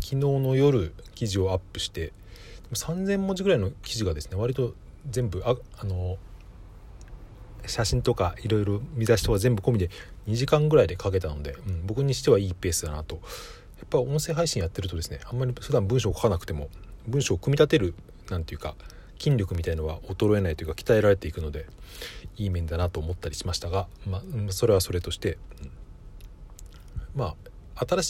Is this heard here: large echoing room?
no